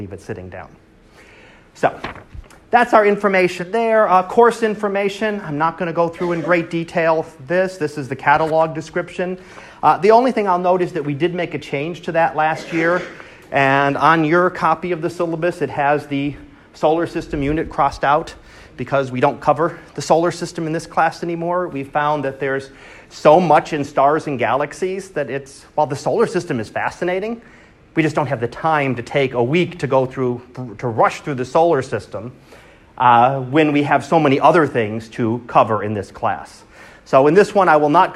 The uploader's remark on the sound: Live Class Lecture